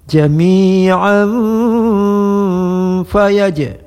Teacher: Jami'a, kalau waqaf di sini wasal tidak lagi panjang, menjadi berlakunya ikhfa, baris dua an nun, nun di sini ada mati nunnya tanwin bertemu fa menjadi ikhfa